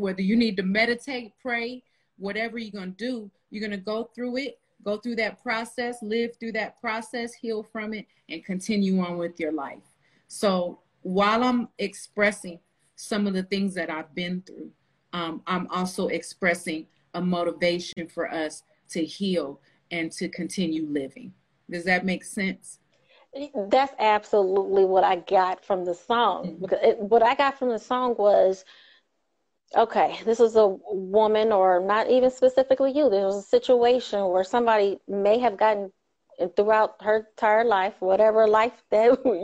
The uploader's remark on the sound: sits down on Instagram Live